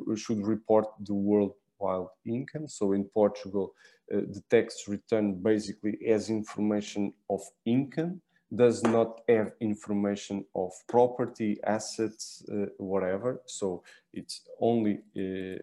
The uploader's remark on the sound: WEBINAR. For those joining us on Zoom.